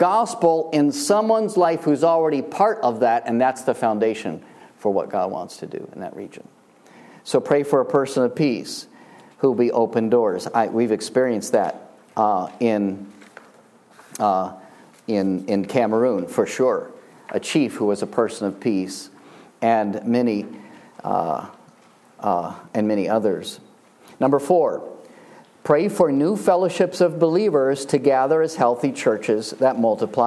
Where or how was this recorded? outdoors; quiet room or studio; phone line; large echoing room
large echoing room